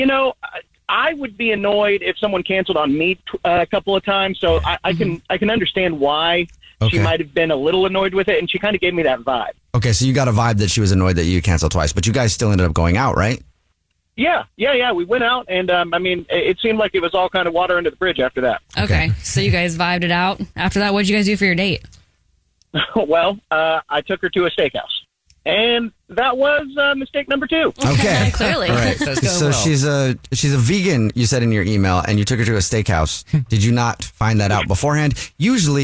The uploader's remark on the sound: We get that other person on the phone